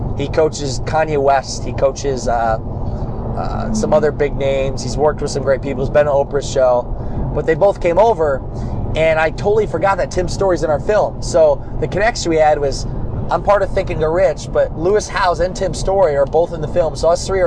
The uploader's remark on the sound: Why I’m driving back from Miami right now.